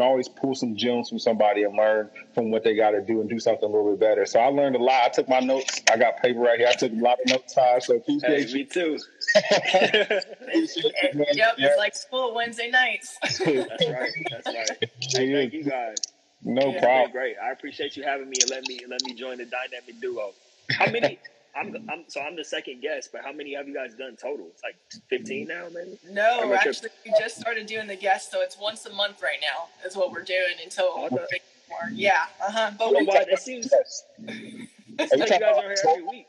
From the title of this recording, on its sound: Instagram Live